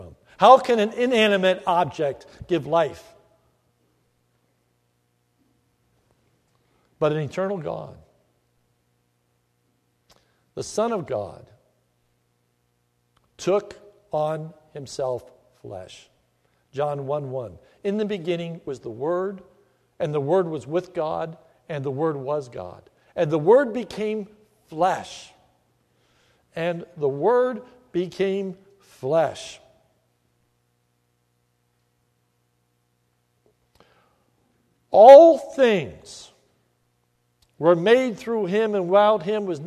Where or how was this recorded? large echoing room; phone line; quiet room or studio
large echoing room